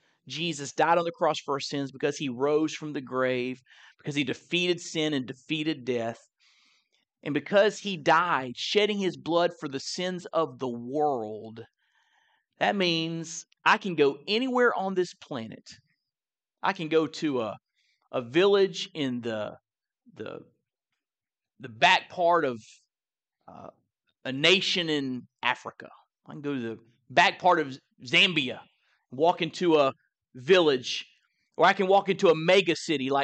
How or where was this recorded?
large echoing room